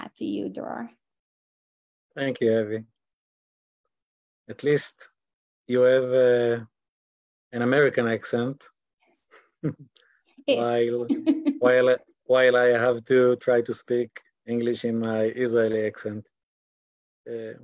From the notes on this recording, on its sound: This audio was originally captured from Zoom